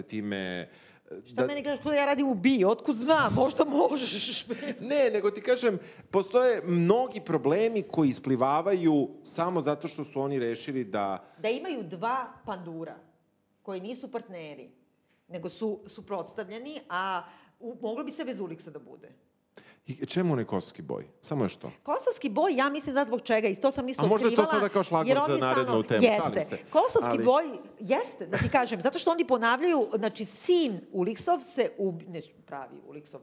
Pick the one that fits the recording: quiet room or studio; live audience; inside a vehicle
live audience